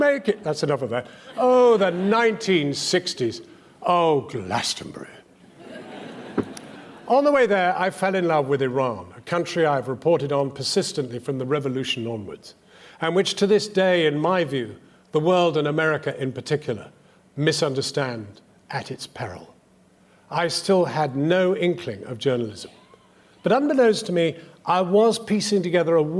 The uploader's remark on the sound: The full, unedited James MacTaggart memorial lecture, as presented at the Edinburgh international television festival 2017.